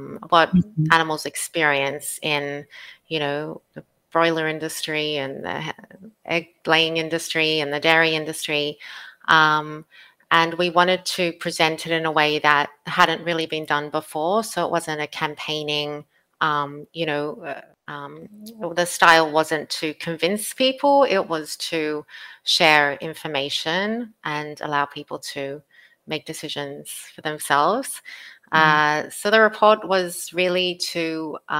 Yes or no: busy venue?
no